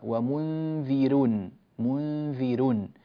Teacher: فنرقق الراء لأنها مضمومة وقبلها مكسور